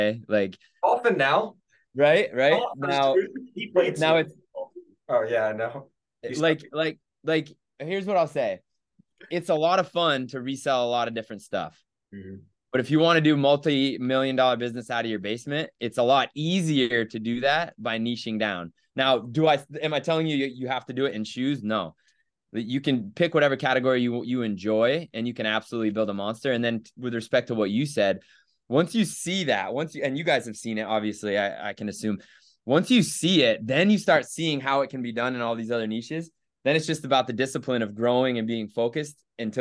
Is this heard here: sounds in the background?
no